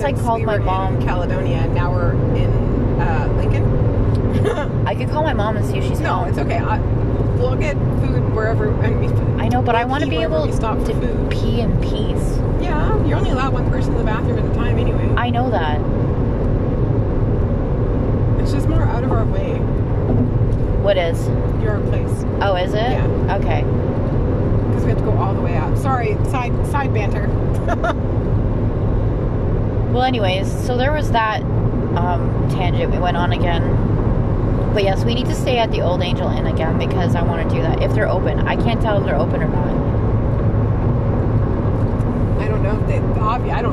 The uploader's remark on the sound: during a drive in the car